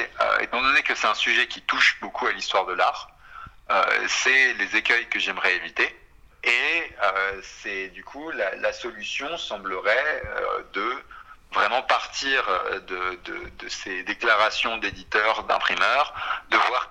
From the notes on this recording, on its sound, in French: Cette émission fut réalisée à partir d’un entretien téléphonique